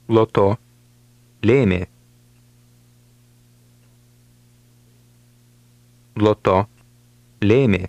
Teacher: When an L is followed by an E or an I, it is soft.